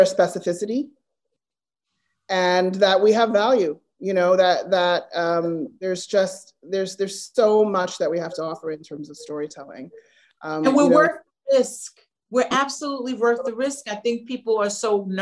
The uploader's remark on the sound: virtual Q&A